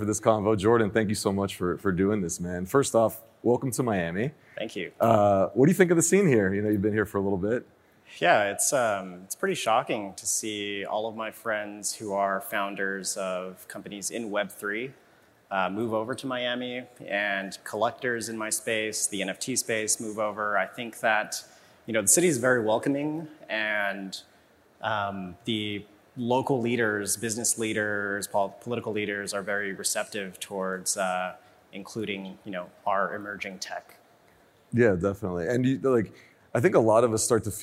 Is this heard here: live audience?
yes